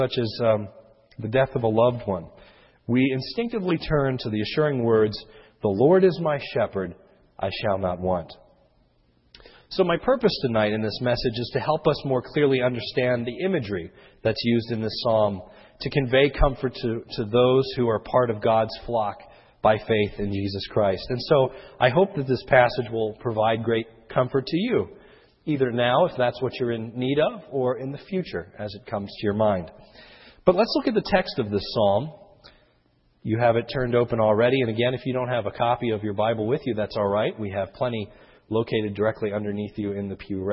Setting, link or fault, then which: setting, large echoing room